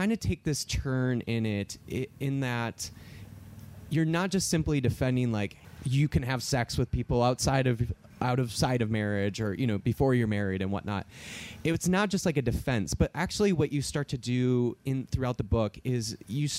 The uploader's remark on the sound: live at the 2021 Wild Goose Festival